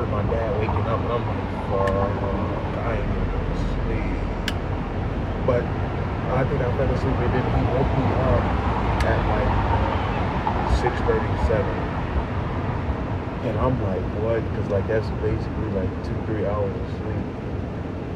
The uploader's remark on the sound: In this episode we were outside in the elements (balcony) with a smooth chill pod at the end of the day.